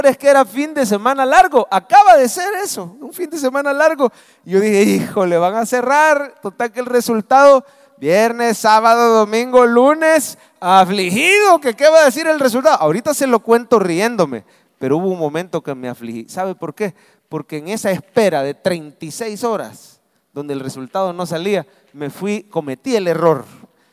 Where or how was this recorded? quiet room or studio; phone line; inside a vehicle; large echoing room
large echoing room